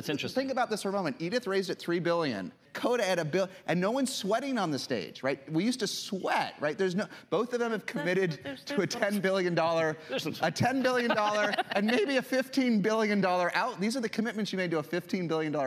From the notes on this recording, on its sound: a panel he moderated at the recent SaaStr Annual Conference